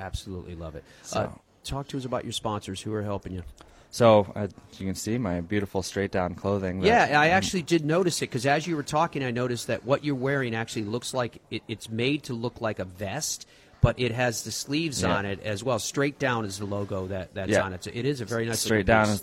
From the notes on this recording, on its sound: Live from RSM Classic. Broadcasts live from Sea Island at the RSM Classic. Joined by guests throughout including PGA Tour players.